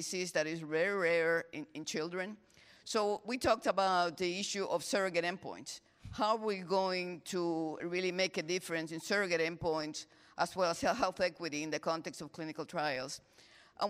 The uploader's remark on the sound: In this session recorded at CMO Summit 2022